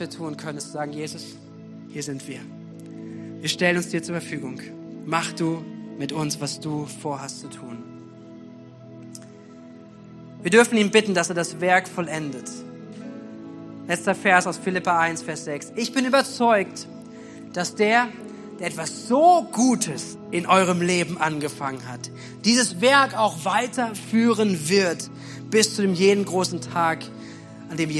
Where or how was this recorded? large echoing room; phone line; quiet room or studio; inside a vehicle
large echoing room